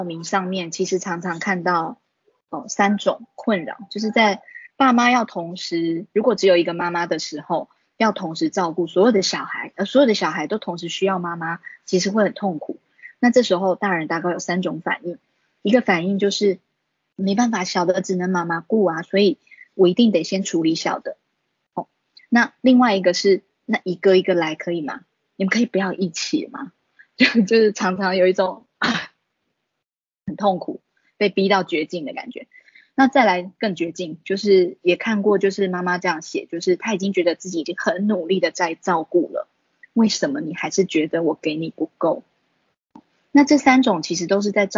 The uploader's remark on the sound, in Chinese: 此為線上課程錄音檔！